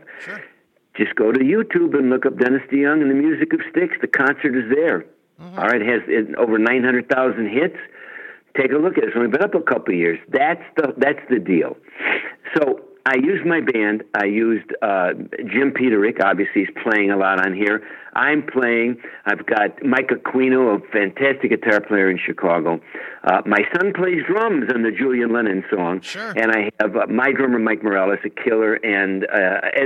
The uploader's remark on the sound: called